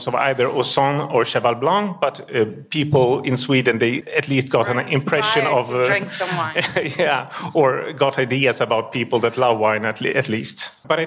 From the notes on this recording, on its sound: Wine2wine Business Forum 2023. Recorded during the Forum held in Verona in November 2023. Wine2wine Business Forum is an international wine business event, held annually in Verona, Italy since 2014.